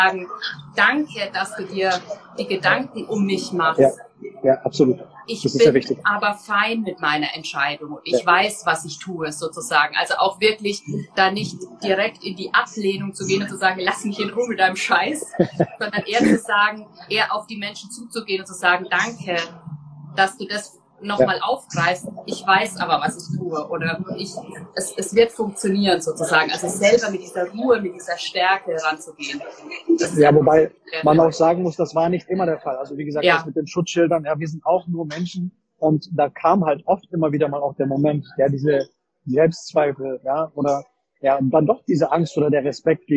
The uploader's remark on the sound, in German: Die Aufnahme enthält Hintergrundgeräusche, da sie getreu unseres Mottos Weltreise aufgenommen wurde: in einem Café in Portugal.